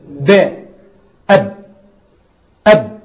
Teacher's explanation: ده كان هواء طالع بصوت وانا مسكته بالشفتين، يبقى مخرج الباء الشفتين